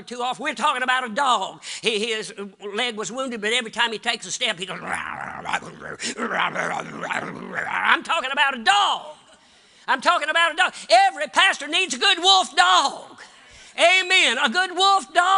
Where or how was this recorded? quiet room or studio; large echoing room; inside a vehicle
large echoing room